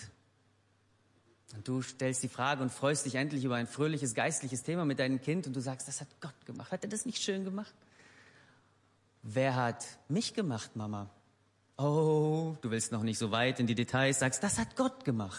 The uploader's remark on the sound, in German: Gottesdienst der Kirche für Bonn.